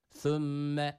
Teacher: Sümme yanlış okuyuştur. Thümme dil dişler arasında ileride. · Term: peltek